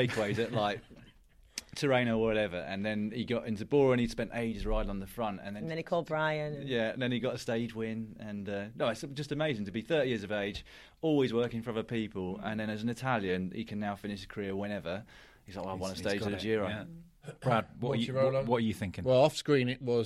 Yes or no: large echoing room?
no